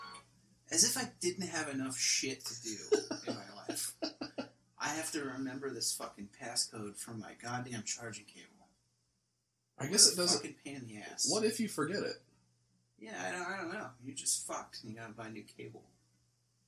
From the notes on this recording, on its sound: The audio may be screwed up